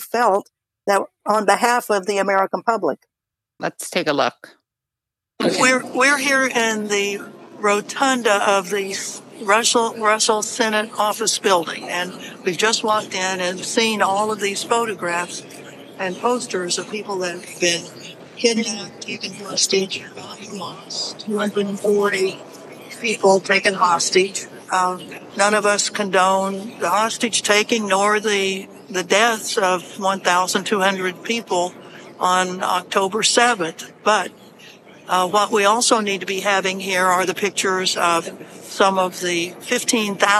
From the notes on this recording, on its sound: joins us live from a vigil at the Armed Forces Recruitment Center